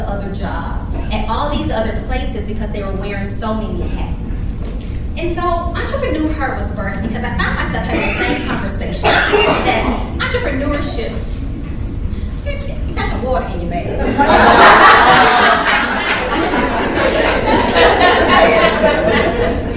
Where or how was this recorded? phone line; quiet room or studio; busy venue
busy venue